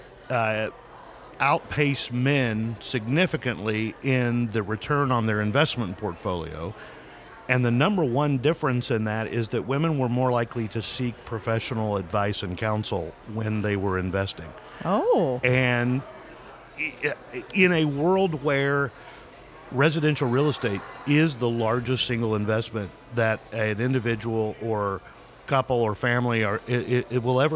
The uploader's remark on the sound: Took the show on the road to the Missouri Realtors Spring Business Conference and asked Realtors from across the state about their markets.